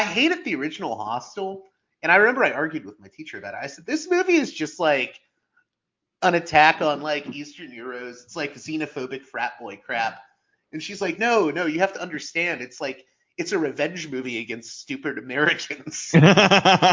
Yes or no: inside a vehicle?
no